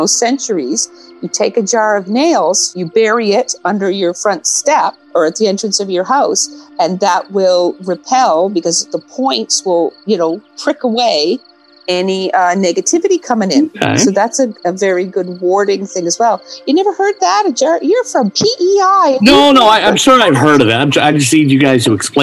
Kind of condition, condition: link, video call